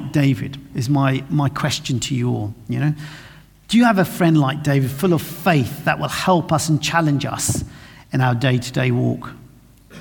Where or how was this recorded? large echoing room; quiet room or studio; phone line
large echoing room